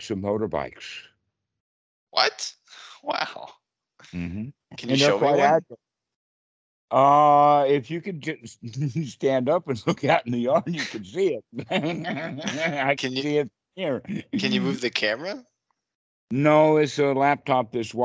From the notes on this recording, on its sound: Skype calls on this channel.